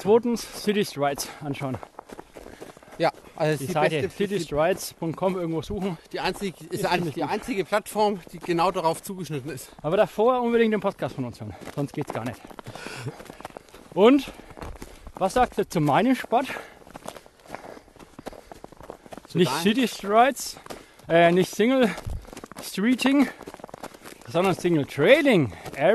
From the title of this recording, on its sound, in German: live dabei beim Coronakreis Ultralauf